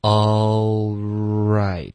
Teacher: 你的舌尖顶上去了，对吧？all，然后再卷到一个二的音啊